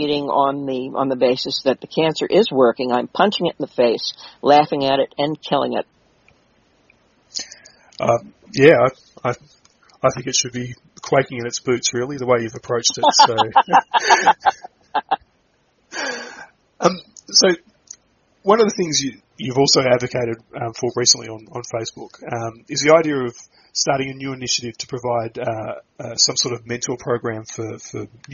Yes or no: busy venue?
no